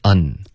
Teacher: 别用后鼻音，要顶舌尖